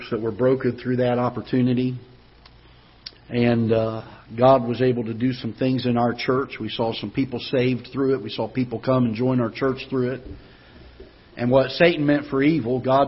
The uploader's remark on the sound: Ketha Heights Baptist Church ~ Live Broadcast